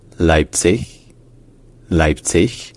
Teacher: Ça se prononce soit en allemand standard, y compris dans la ville elle-même, Leipzig, Leipzig, avec le son « je » à la fin, qui est un peu comme quand on dit par exemple « merci », quand on prolonge un « i », mais sans faire vibrer les cordes vocales, ça donne ce son « je » qu'on trouve à la fin de Leipzig en allemand standard.